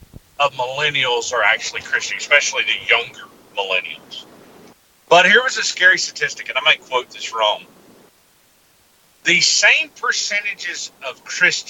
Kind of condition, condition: link, phone line